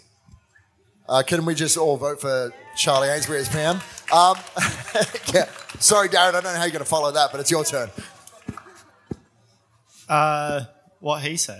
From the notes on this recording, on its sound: This is a recording of a panel chat that I hosted the other week in Sydney at Paramount Liquor’s Future Proof Forum. It was a great night, a number of different distilleries and brands were on hand offering samples, and we had a great audience to listen to three of the talks on the night.